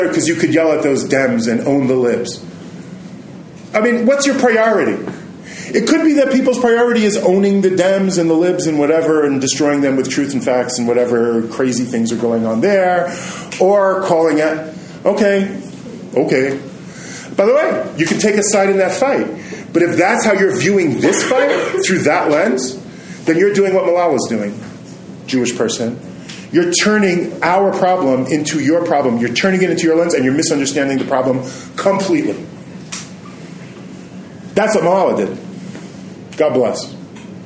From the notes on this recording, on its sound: Recorded his class at Midreshet HaRova. Recorded live in a classroom, the sound quality may not be quite the same as usual. Repeated questions from students, so if you have trouble hearing them it will be made clear.